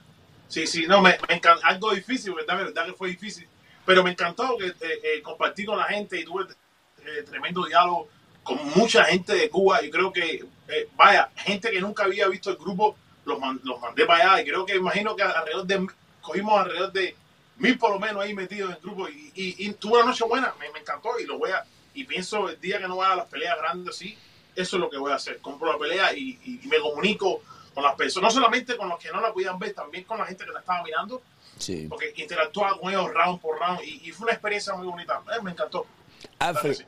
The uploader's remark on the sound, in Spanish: Tambien abrimos las lineas de telefono y conversamos con el publico sobre los combates y mucho mas.